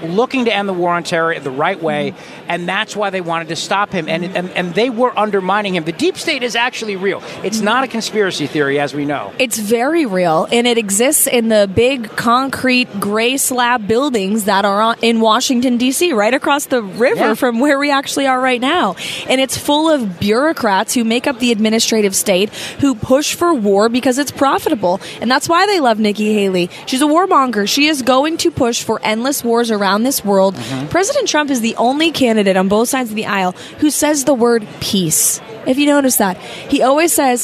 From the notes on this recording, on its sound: LIVE from CPAC in Washington D